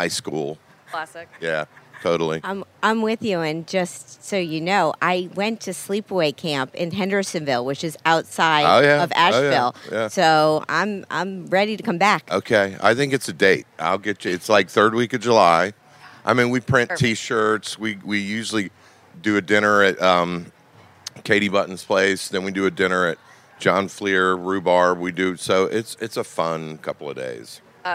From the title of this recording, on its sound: at Charleston Wine + Food 2020